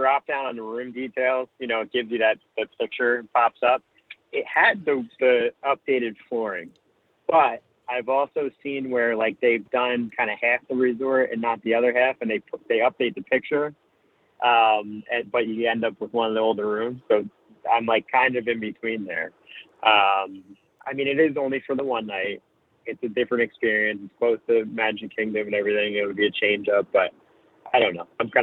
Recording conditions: phone line